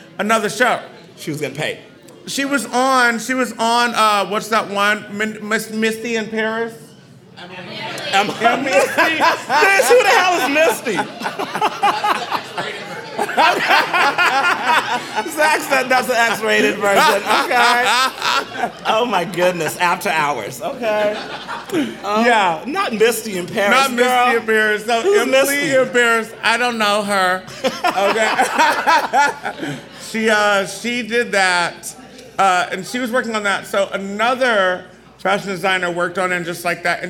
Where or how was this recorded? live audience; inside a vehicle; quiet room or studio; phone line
live audience